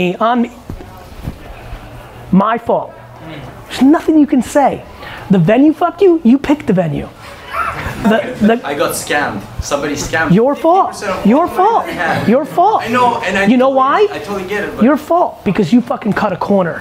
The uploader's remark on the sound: A Live Q&A At The K-Swiss London Popup